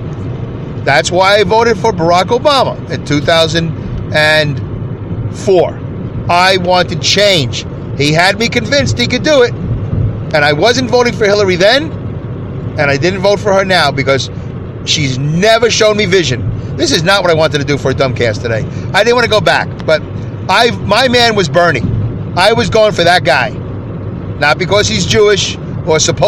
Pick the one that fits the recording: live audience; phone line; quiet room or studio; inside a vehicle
inside a vehicle